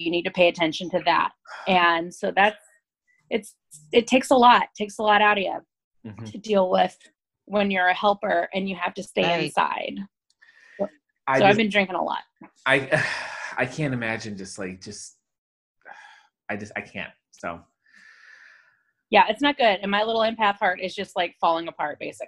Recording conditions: video call